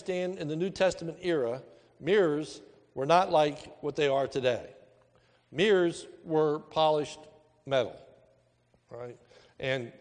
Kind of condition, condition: setting, large echoing room